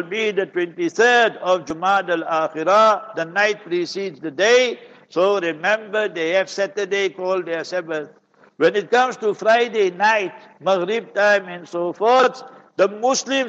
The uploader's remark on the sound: Jumah Lecture at Verulam Masjid